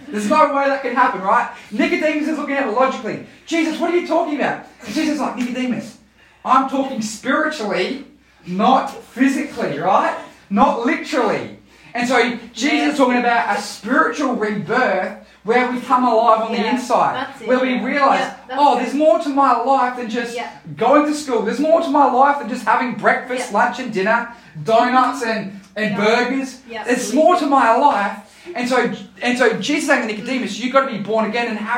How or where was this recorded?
large echoing room